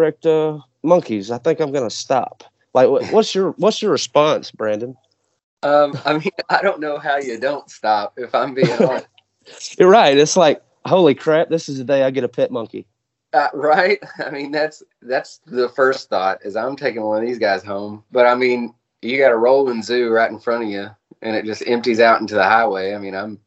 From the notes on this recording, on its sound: Skype called out to the Dallas/Fort Worth area